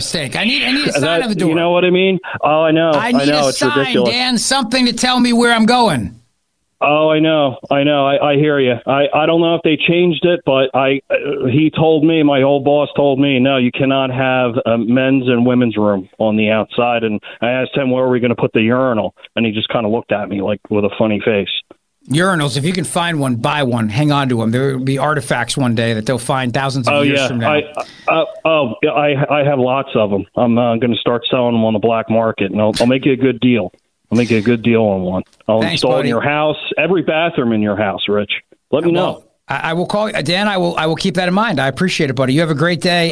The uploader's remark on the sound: opens the phone lines and gets flooded with off-topic calls